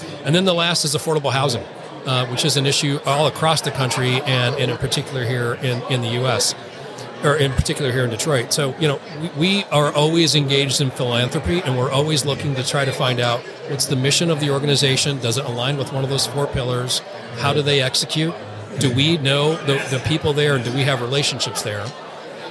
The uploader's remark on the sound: Today's episode includes two more interviews conducted at this year's Detroit Policy Conference.